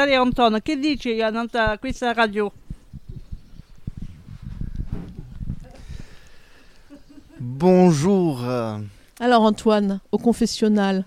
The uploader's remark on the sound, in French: C'est installée dans le golfe de Santa GIulia que l'équipeenregistrecette émission